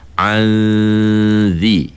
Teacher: ujung lidah kita tu dah berada dekat dengan ujung gigi atas tu. · Term: ikhfa